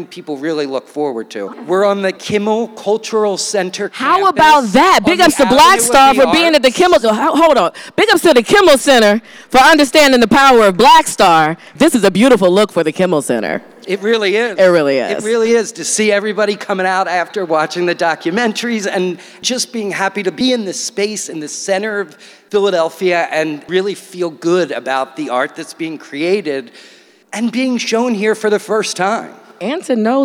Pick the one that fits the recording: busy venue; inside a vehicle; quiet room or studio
busy venue